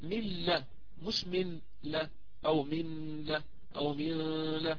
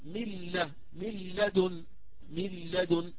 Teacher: ندخل النون إدخالا كاملا بحيث لا تبقى صفة النون الغنة، ندخلها في اللام فتصبح عندنا اللام مشددة · Shown in: second take · Term: إدغام كامل بلا غنة